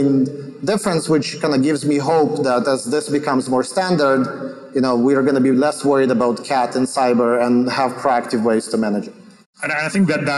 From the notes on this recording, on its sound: on a panel at ITC Vegas 2022